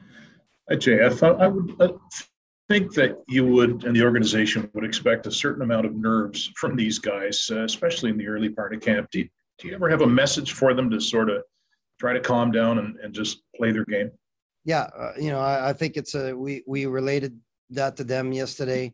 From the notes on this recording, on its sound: BROSSARD, QC — The AHL Report team from Rocket Sports Media was on the media’s Zoom call for the first on-ice session of the Montreal Canadiens’ 2021 Rookie Camp.